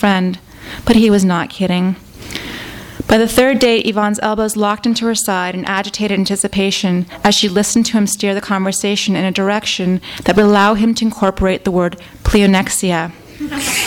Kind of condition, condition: setting, live audience